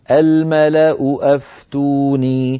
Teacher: اجتمع في النطق همزتان، همزة الملأ وهمزة أفتوني